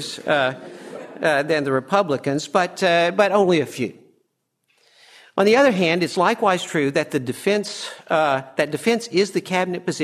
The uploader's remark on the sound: From the session on "The Changing and Permanent War Parties," presented at the Austrian Economics Research Conference. At the Ludwig von Mises Institute in Auburn, Alabama.